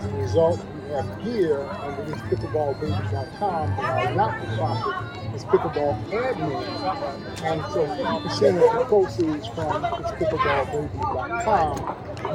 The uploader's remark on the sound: Live from Las Vegas - The Shamrock Open